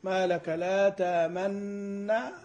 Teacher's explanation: بإدغام محض بلا روم وبلا إشمام · Term: الإدغام المحض